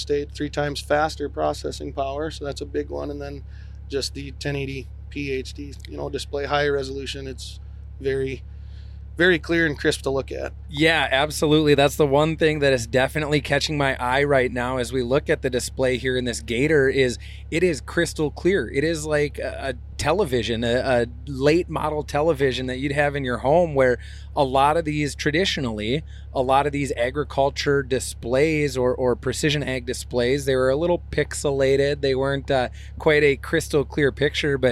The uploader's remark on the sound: In this special episode recorded at Field Technology Days this Fall.